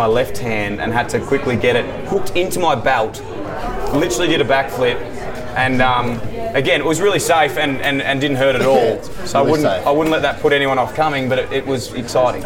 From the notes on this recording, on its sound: We're live from the Moosehead Bar in Mt Buller